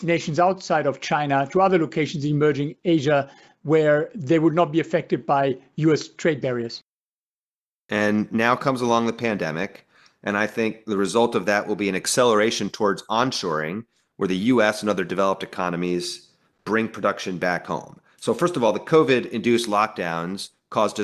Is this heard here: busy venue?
no